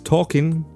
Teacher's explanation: Don't say that L. You don't need to. · No L pronounced in it. It's written, yes.